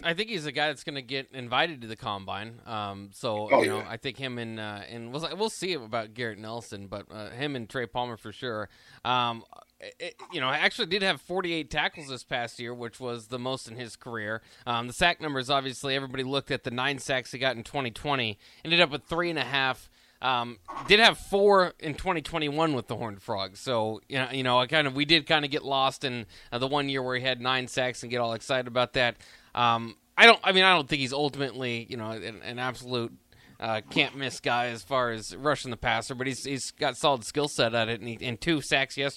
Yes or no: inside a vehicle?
no